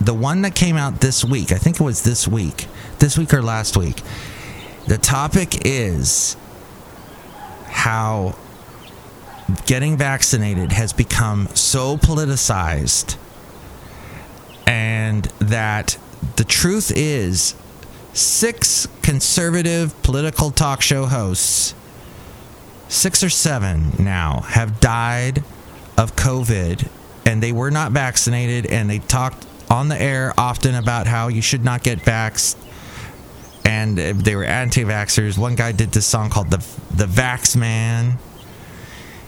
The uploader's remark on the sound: podcasts live from Cafe Anyway